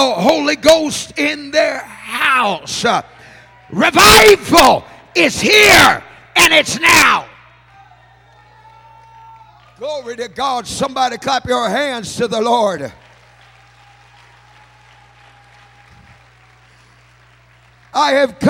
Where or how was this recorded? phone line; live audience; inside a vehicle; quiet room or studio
live audience